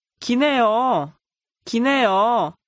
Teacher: In front of 네요. The final L sound of 길 is dropped.